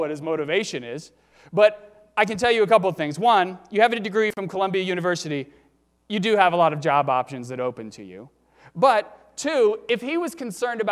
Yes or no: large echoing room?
yes